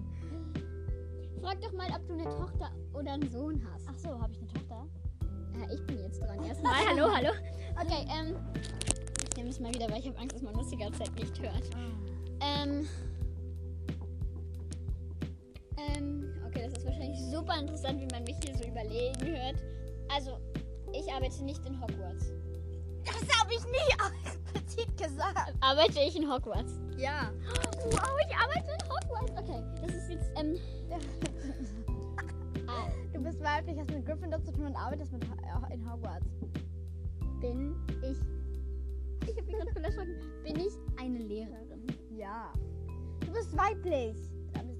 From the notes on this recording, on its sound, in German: Heute sind wir endlich wieder zusammen beim Aufnehmen!! Allerdings nur draußen, weswegen die Tonqualität nicht so super ist...